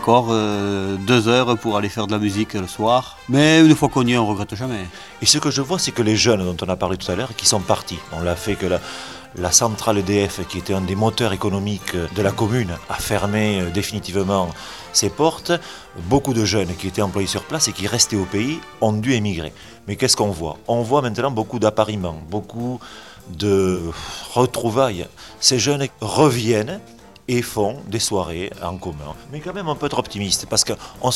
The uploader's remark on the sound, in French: Toutes les musiques ont été enregistrées en live sur place